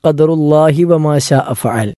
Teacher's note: ഖദറുല്ലാഹി വമാ ശാഅ ഫഅൽ എന്നാണ് നമ്മളവിടെ വഖഫ് ചെയ്യുമ്പോൾ ഖദറുല്ലാഹ് എന്ന് പറയും. ഒരുമിച്ചാണെങ്കിൽ ഖദറുല്ലാഹി വമാ ശാഅ ഫഅൽ എന്ന് ഒരുമിച്ച് നമ്മൾ അള്ളാഹ് എന്നതിൻ്റെ ഹായിന് കെസറിട്ടുകൊണ്ടാണ് പറയേണ്ടത്